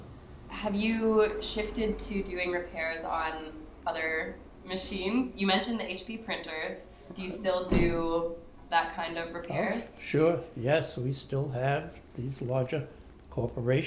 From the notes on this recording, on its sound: sits down on location in the storefront of Gramercy Typewriter Company